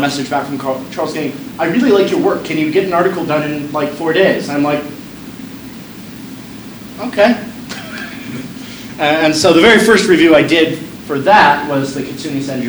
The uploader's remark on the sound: This is a recording of my brief talk on Wine and Social Media at the Verde Valley Wine Consortium.